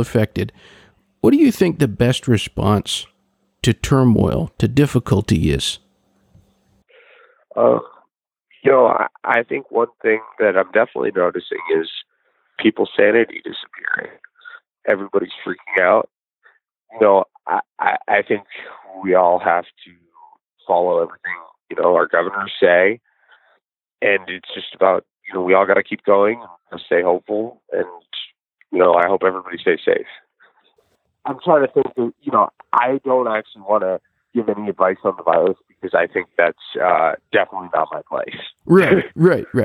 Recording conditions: phone line